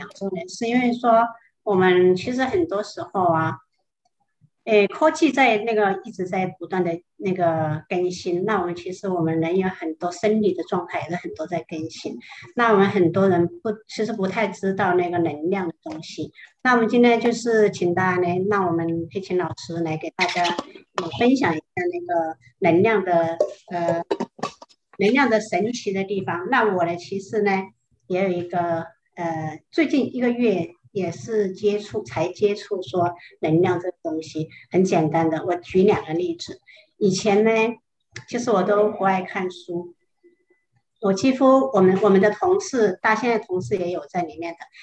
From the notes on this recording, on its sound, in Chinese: 聊聊好心芹ZOOM線上公益講座。